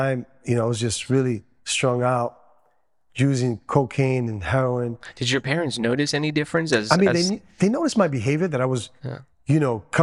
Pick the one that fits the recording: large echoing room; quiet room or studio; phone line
large echoing room